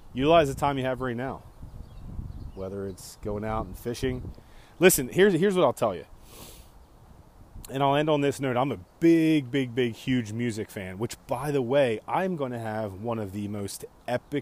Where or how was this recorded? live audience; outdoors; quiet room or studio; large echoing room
outdoors